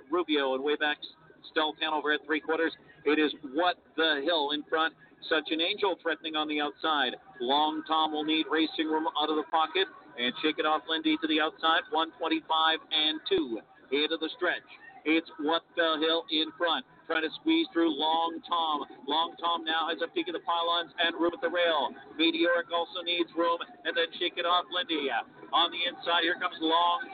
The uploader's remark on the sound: The second live remote at Meadowlands Racing and Entertainment. Post Time will be live on-site covering the 2017 Crawford Farms Meadowlands Pace. By stopping by the table on the rooftop terrace where they will be doing the show live.